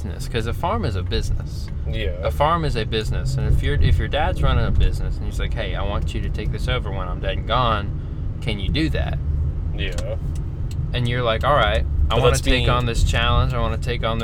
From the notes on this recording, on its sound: Car-cast. We went for a ride in my car today and decided to just record our conversations as if you were along for the ride.